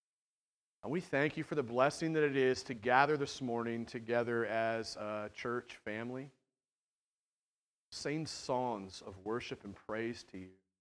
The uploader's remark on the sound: At The Well, an Acts 29 and Converge Heartland Church in Hastings, NE. This sermon is longer than normal due to two members going through elder-ship sharing their stories.